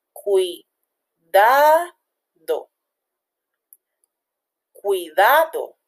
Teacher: La sílaba tónica es da.